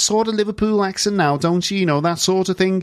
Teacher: The accent in Liverpool has become a bit more nasal, a bit harsher.